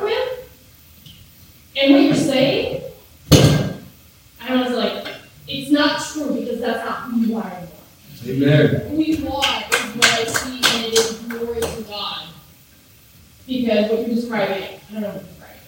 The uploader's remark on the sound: Please Forgive Us We Had Some Audio Malfunctions, The Audio Is Rough!!!